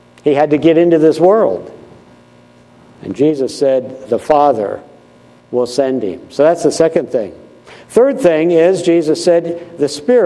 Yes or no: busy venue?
no